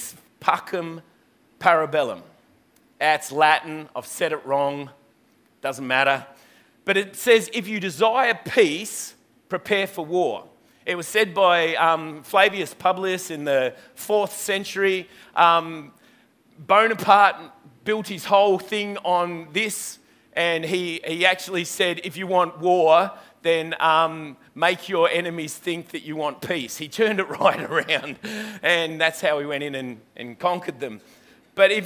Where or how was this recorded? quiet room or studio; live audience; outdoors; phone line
live audience